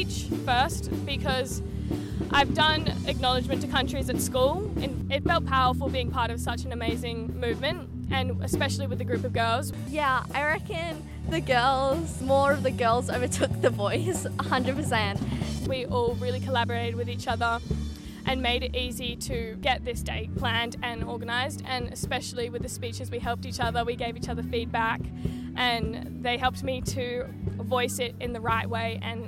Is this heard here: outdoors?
yes